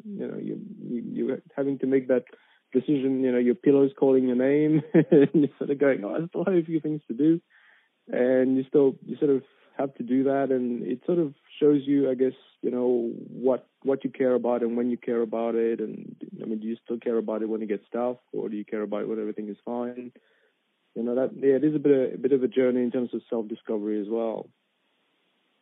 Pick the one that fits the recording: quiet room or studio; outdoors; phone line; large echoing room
phone line